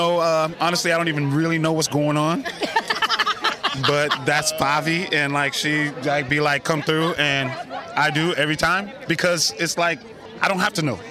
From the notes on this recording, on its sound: Recorded this episode live from Mama Dog Studios in Oakland. We love live events, especially when they're in our own backyard among our friends! Recorded this episode live from Mama Dog Studios in Oakland.